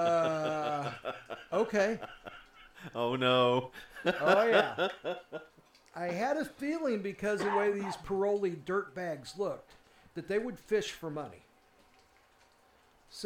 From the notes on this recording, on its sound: A tasteful variety of audio qualities, random artifacts and background noises